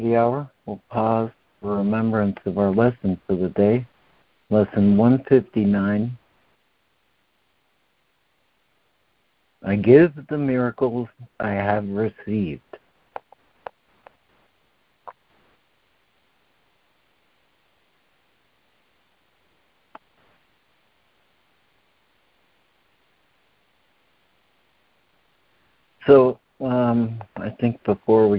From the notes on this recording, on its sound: ACIM Daily Conference Call.